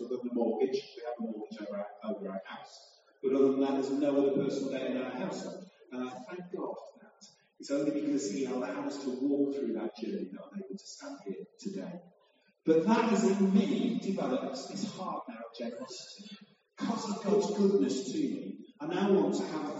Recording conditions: poor sound quality